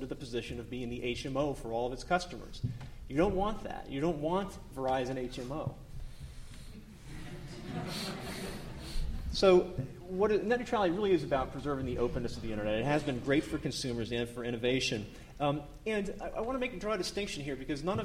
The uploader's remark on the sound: The Federalist Society's Telecommunications Practice Group presented this panel discussion at the 2006 Annual National Lawyers Convention.